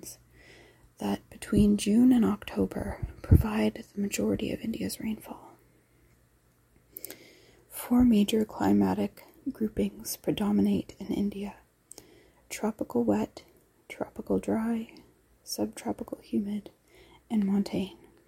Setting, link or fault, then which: fault, sounds in the background